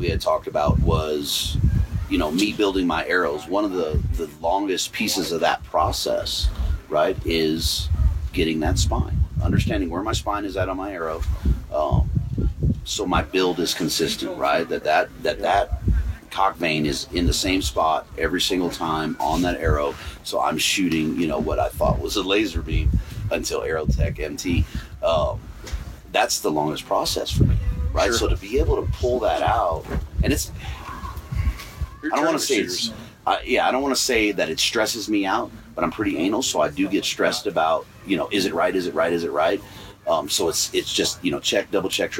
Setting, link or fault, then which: setting, busy venue